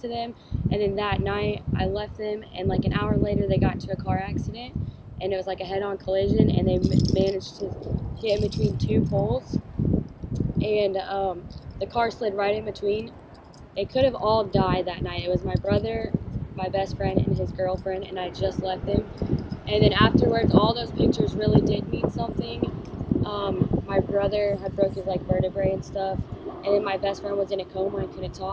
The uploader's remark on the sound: I apologize for some of the wind noise. I recently bought a wind cover for my camera that I think should solve the problem.